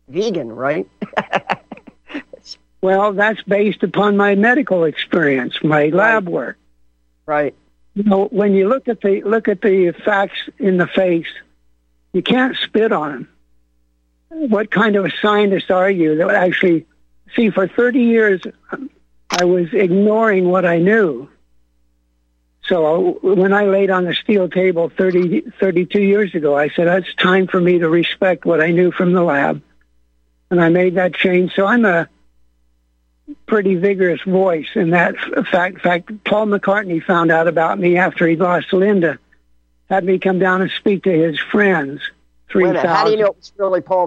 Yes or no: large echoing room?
no